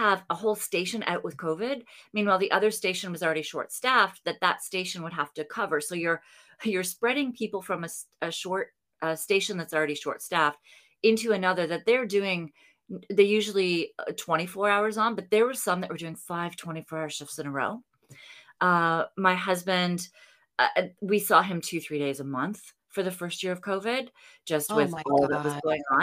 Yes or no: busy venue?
no